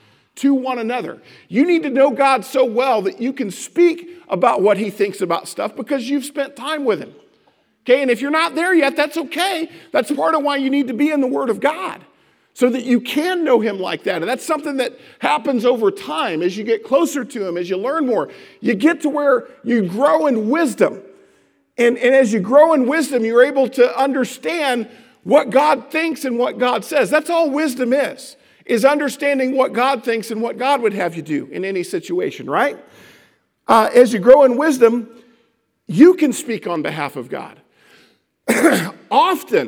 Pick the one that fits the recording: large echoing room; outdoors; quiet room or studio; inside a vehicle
large echoing room